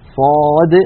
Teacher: ولما نقول مثلا صاد نقلقل الدال